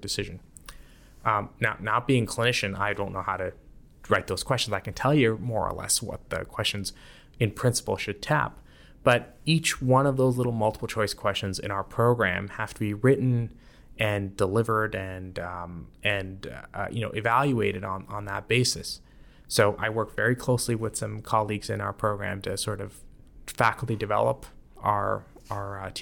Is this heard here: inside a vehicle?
no